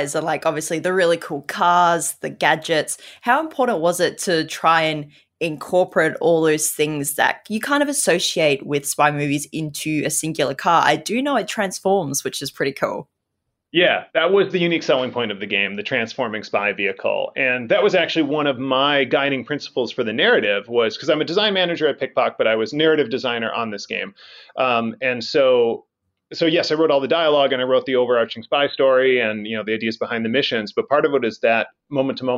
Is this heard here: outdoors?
no